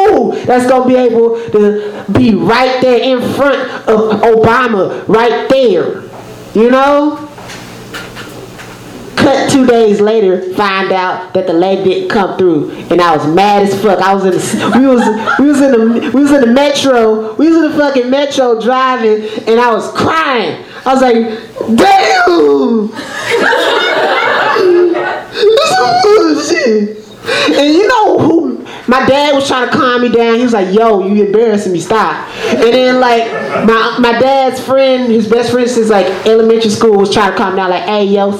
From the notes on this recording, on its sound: Live from Genuine Joes